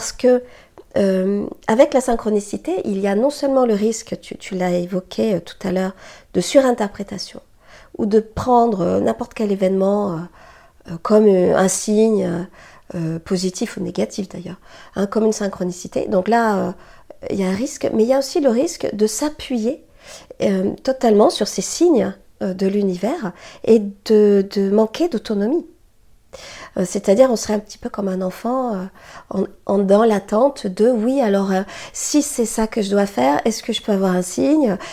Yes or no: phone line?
no